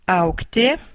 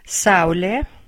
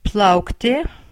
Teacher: A and U form a diphthong which sounds like au.